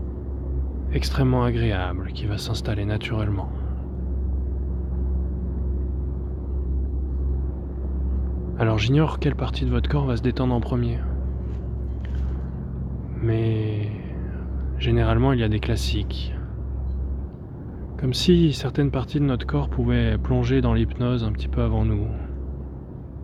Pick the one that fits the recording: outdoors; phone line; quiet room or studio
outdoors